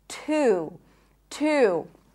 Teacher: This is a strong T sound, and actually it's an aspirated T, so it feels like it has a little bit of air there.